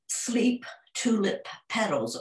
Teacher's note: That's an explosive sound, but it's at the end, the sound at the end of sleep and at the end of tulip, but at the beginning of petals. · Term: p sound